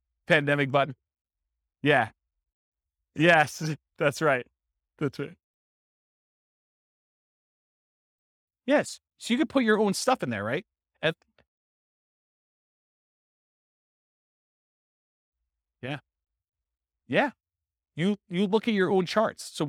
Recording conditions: live audience